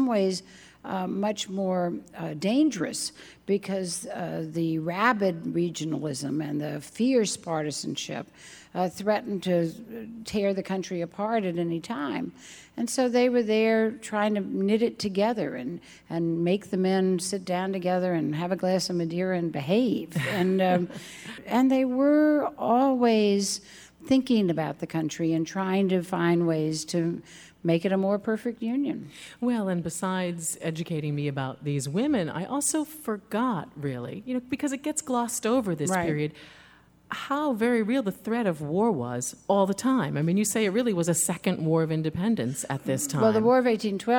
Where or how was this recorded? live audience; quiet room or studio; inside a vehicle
live audience